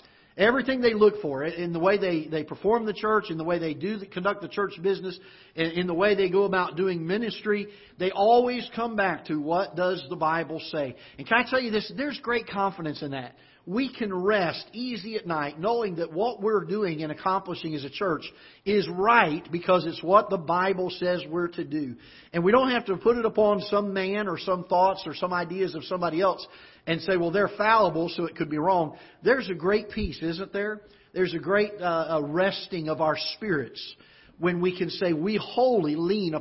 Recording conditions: large echoing room